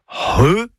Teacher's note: C'est le C'H, qui sert à écrire le son RE, et donc pas CHE ni QUE, c'est RE. C'est un gros H aspiré. Pensez à un hangar, hein, voilà, comme ça, ça va vous aider.